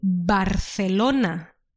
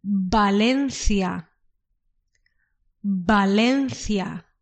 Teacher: The B and the V have the same pronunciation in Spanish. So then, when you say Barcelona, it's with a B, Barcelona.